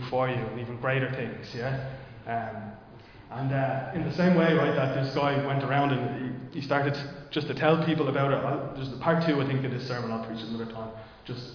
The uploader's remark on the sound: Recorded live in Liberty Church